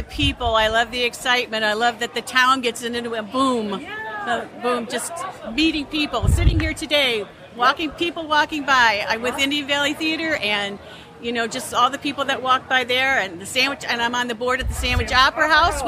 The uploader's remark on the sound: Live at the Sandwich Fair!